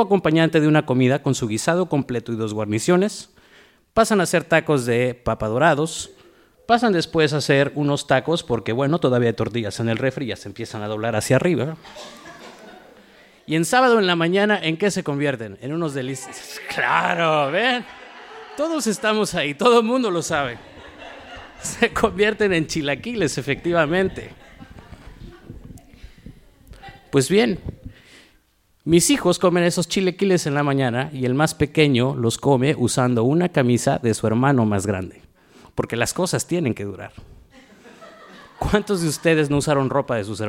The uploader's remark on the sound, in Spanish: From the reactions of the audience to the storytellers as they moved through their narratives. Esta historia fue grabada en vivo en Huerto en Tijuana, Baja California el 27 de junio.